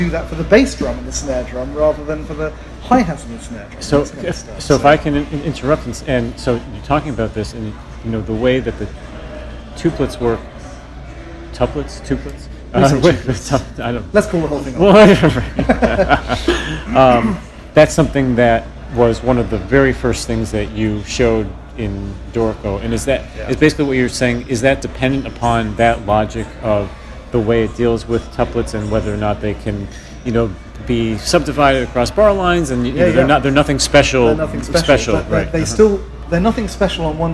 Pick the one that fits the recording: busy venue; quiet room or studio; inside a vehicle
busy venue